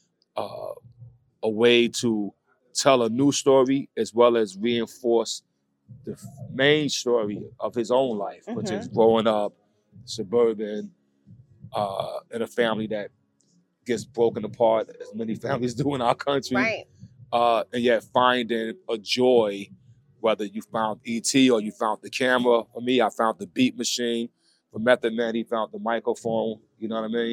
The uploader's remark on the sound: captures a behind the scenes conversation at the film’s premiere at Urban World Film Festival